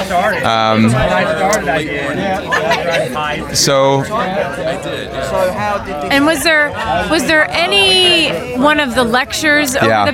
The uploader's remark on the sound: Went into the crowd at the San Diego Pain Summit on the last day to get the attendee's views on the Pain Summit this year.